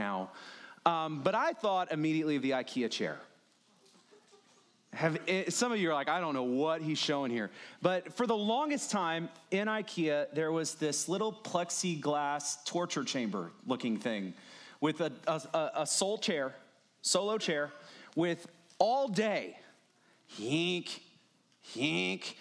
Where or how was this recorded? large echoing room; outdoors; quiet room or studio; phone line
large echoing room